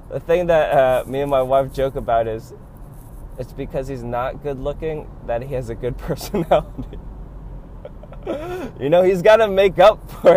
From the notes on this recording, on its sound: His commute traveling once again through the streets of LA ranting about Fiats, pets, and recording issues.